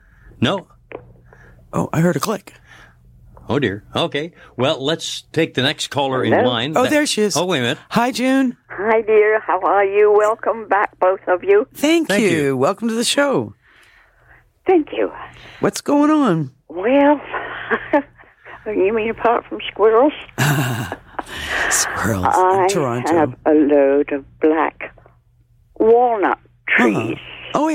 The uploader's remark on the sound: Back In The Studio. Familiar callers phone.